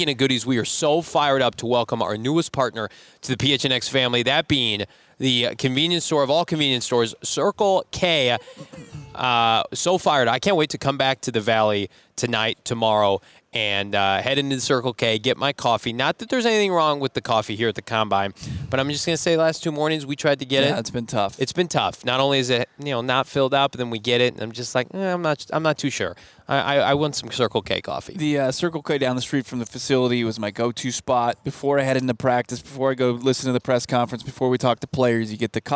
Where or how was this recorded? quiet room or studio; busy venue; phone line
busy venue